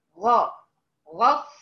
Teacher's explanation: يبقى انا عندي الفاء والالف مرققين بين اثنين مفخمين الغين والراء. انتبه، يبقى انا هرفع اقصى لساني في الاول وفي الاخر، زي بالظبط العربيه اللي بتطلع على الكوبري بدايه وتنزل من على الكوبري بدايه نهايه، واضح؟